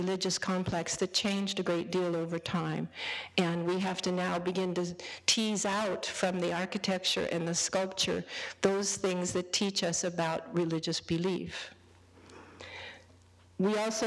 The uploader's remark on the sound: A part of the 2010 "Great Discoveries Lecture Series" held at the Penn Museum.